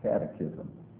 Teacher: Actually, I think the Greek is, to be correct, is pronounced kateko, but the catechism puts the emphasis on the first syllable